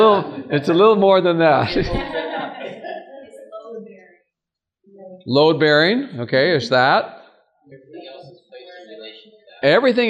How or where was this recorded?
live audience